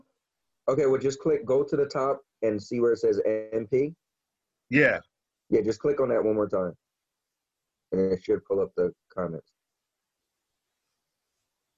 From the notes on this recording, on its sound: Netflix Watch Party No.1. Gonna start the zoom call now.